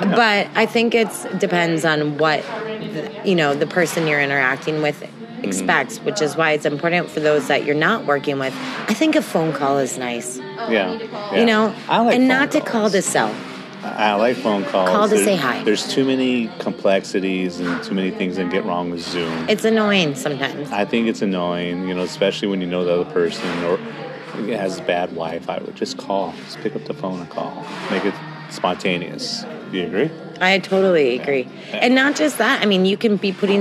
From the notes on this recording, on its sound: "Live" from the Arizona Sands Club in Tucson AZ